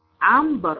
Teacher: النون والباء يتحدوا ويعملوا حرف ميم · Term: الاقلاب